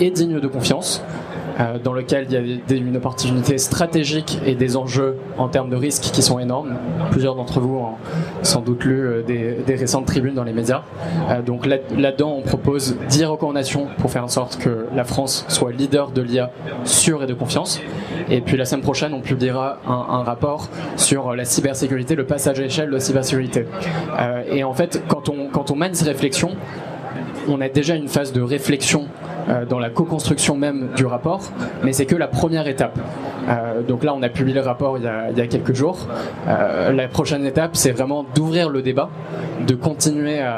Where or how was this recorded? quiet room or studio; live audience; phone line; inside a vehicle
live audience